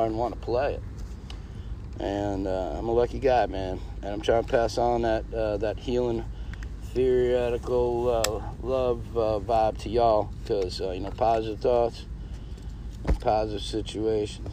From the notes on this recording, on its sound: We are live from the French quarter New Orleans.